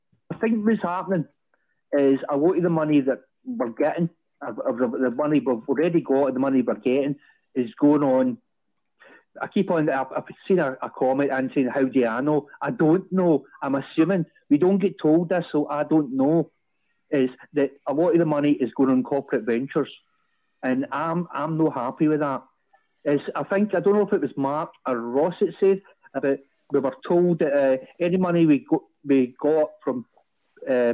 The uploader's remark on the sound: Rabble Phone